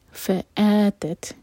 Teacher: اصابہ وابل فآتت، لام پر دوما کی تنوین، اس کے بعد فا ہے تو یہاں پر ہے اخفاء. وابل فآتت، فآتت فا کے بعد حمزہ کا کٹ آف ساؤنڈ، ا مد بدل ہے یہ.